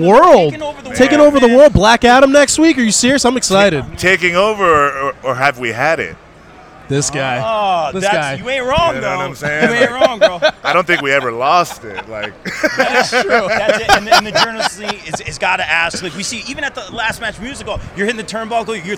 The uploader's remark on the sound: Joins the show LIVE at Baltimore Celebfest 5.